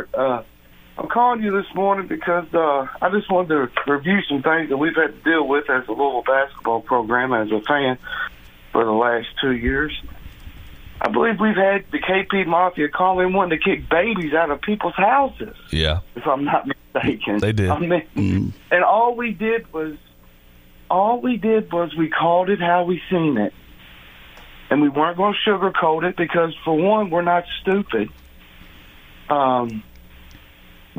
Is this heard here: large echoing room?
no